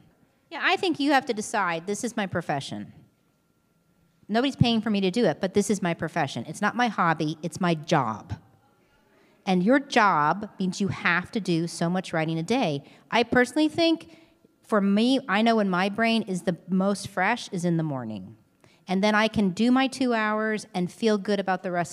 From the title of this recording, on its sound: LIVE Q&A From The SLO Film Festival